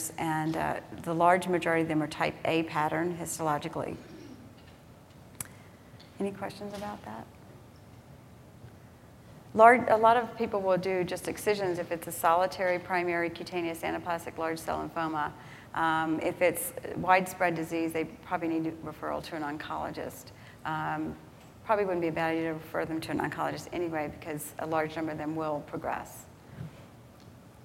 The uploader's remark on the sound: This was recorded at the 2011 Summer Conference in Washington DC.